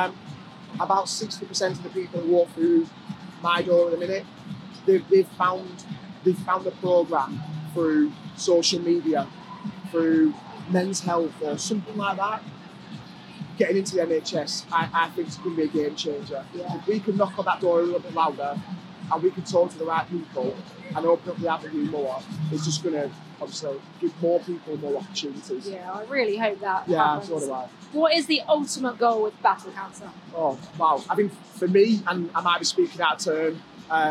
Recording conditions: busy venue